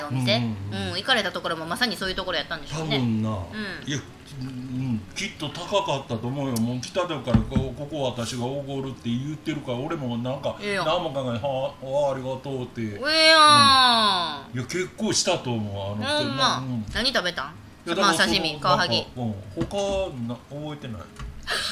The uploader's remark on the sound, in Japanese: 大阪市内のスタジオライブバー・カノンにて収録配信